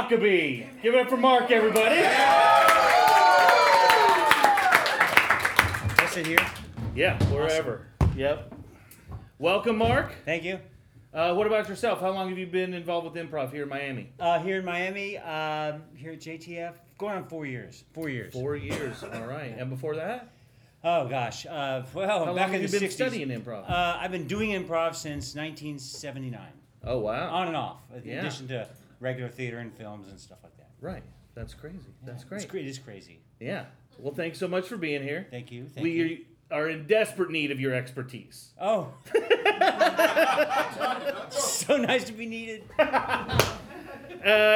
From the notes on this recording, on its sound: Live from the Miami Improv Festival!!